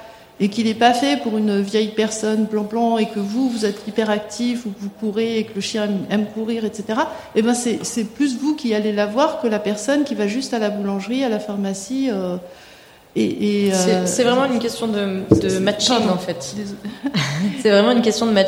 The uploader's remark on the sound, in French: Enregistré en direct du festival PodRennes. Mais aujourd'hui, vu que l'introduction est également enregistrée en direct, nous allons tout de suite en apprendre plus ensemble.